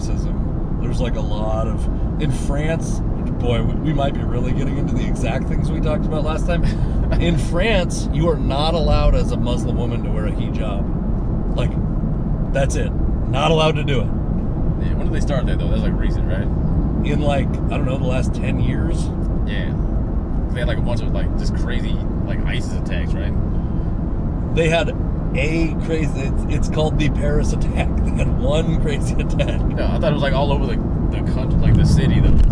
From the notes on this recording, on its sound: This conversation takes place on a drive down to Washougal, Washington